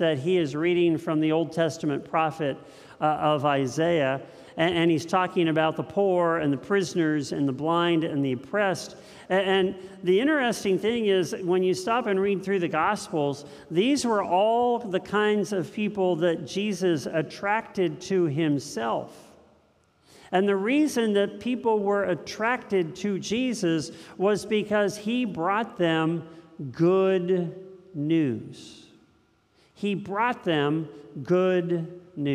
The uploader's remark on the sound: This message was first preached on 9/11/2022 at Linglestown Life in Harrisburg, PA